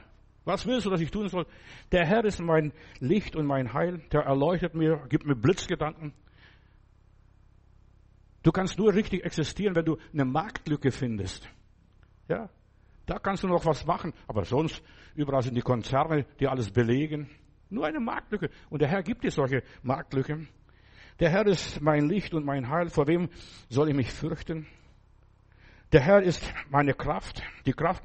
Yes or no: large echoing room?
yes